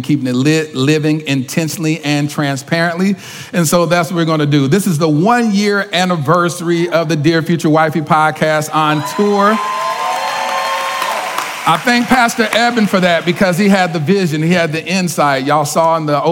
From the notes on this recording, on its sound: This is the most realest conversation to take place in a sanctuary during a Sunday Service. Live at Word of Truth Church in Arlington, TX, we curated a panel of professionals.